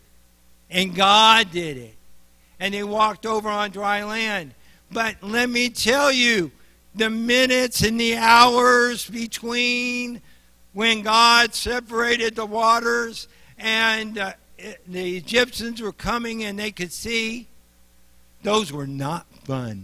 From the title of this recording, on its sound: Mt. Zion Church Live!